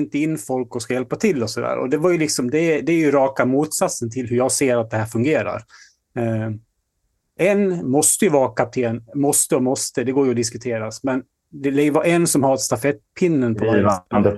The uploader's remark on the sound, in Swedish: Ljudupptagningen är inte optimal då det är inspelat från en live session via zoom och med "vanliga" hörlurar.